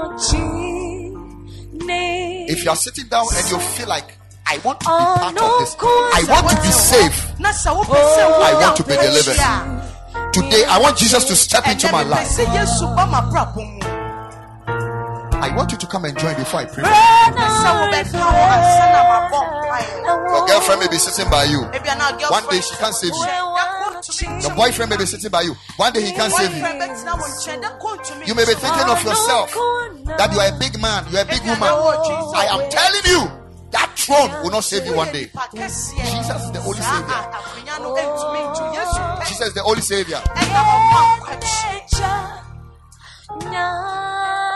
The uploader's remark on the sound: Preached at the Ekklesia Chapel